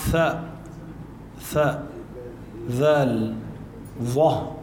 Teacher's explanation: من الأحرف اللثوية، بتحط اللسان بين الأسنان بين الثنايا، بطلع معك ثاء، ثاء، ذال، ظه، هالي 3 حروف الأحرف اللثوية.